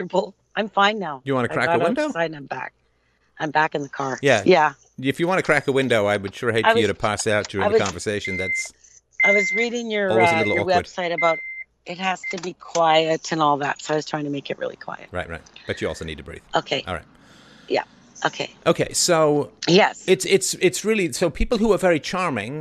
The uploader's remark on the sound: Freedomain Call